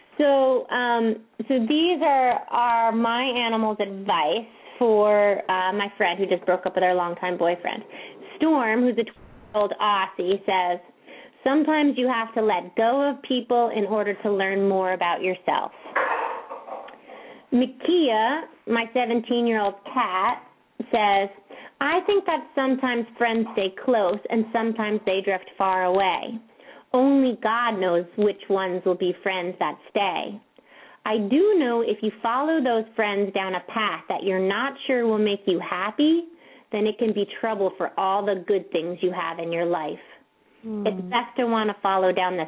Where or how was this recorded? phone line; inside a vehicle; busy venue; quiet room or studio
phone line